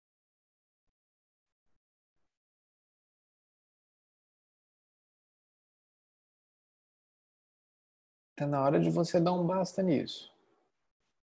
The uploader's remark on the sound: Online via Zoom (bit.ly/zoomsangha).